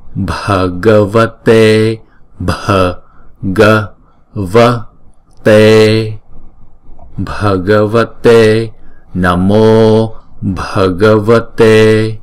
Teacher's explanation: chữ B với chữ H nè, đọc âm bật nhé